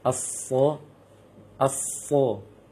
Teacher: bunyi sofir untuk sod karena dia huruf isti'la, huruf yang menaikkan lisan ke langit dan juga idbaq dia, maka dia lebih kuat sofirnya daripada sin dan zai · karena dia huruf isti'la, naik lisan kita ketika mengucapkan huruf, maka sofirnya lebih jelas, lebih kuat